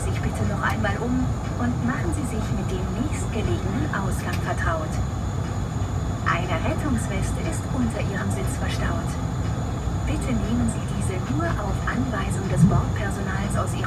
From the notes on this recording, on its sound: FULL FLIGHT - Airbus A220 London Heathrow to Düsseldorf (airBaltic) - WHITE NOISE. Experience full flights with all of it's sounds including passenger announcements, service and of course the engines. In this episode we are taking off in the afternoon with a A220-300 of airBaltic.